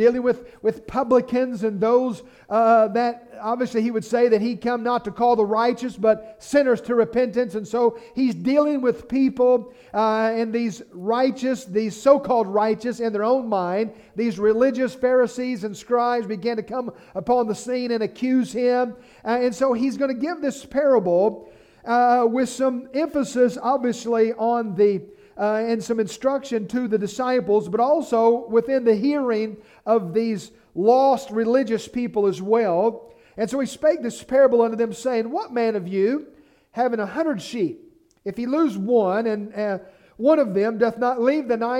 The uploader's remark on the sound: message preached at Lighthouse Baptist Church in Schenectady, New York.